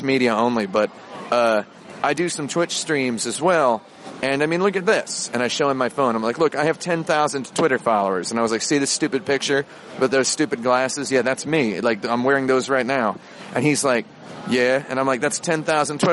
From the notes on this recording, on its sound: Recorded on the streets and in the buildings of Japan.